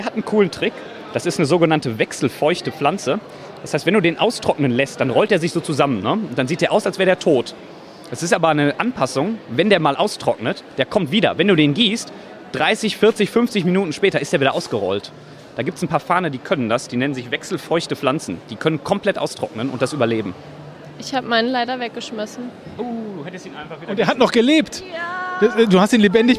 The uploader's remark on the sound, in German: Plantstagram auf der Botanika in Hamm. Sieben Stunden haben wir gequatscht und aufgenommen.